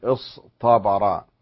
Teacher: قلنا رعينا هذا في صيغة افتعل أن الصاد إذا تلتها التاء لابد أن تبدل طاء لمناسبة التفخيم في الصاد، فصرنا نقول اصطبرا.